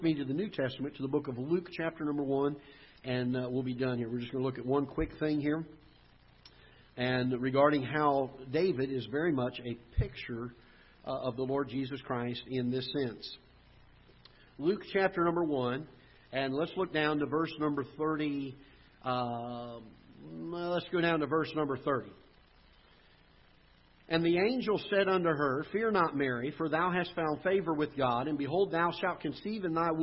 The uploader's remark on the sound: Ketha Heights Baptist Church ~ Live Broadcast